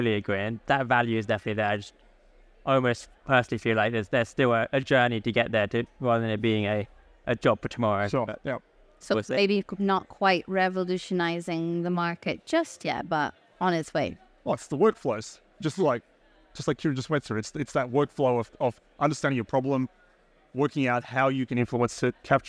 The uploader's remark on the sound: Recorded live at ADIPEC 2023